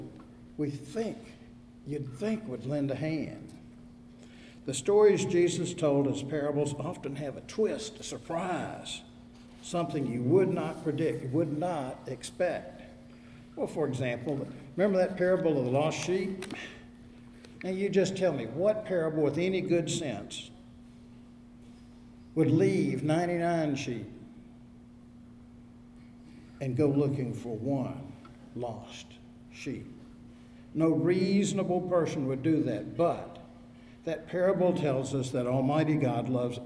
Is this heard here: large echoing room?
yes